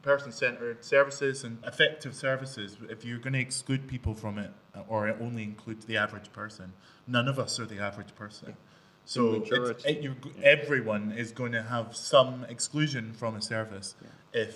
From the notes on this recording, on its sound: This special episode was recorded in front of a Live Audience at SCVO’s The Gathering event at the EICC in Edinburgh. We are joined by a panel of speakers.